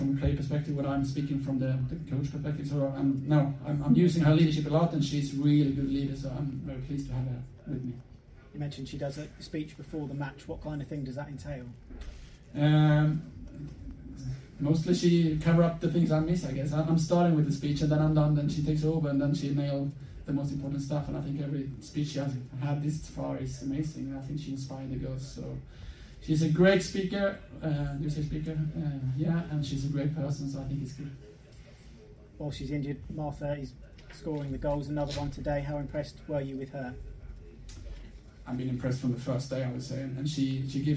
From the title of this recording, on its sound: POST MATCH PRESS CONFERENCE